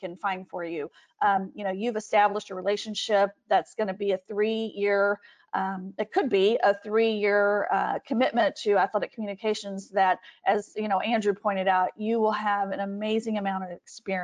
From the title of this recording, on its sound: Capital One Webinar Audio